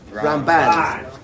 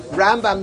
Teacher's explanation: Ramban is Mila Ra. The stress is on the end. And Rambam, the stress is on the beginning.